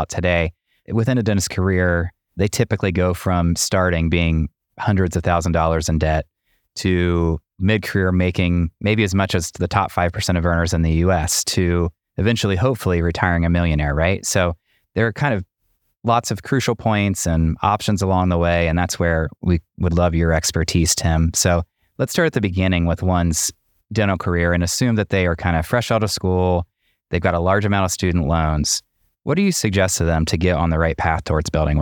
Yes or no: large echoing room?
no